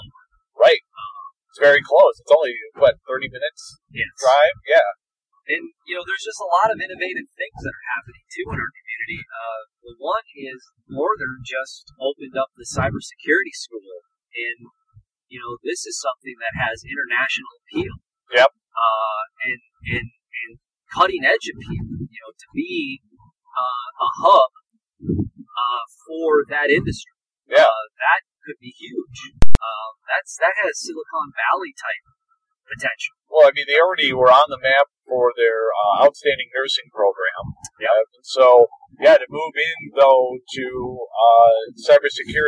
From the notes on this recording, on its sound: I do apologize for the audio quality. This was recorded pre-Covid in an automobile.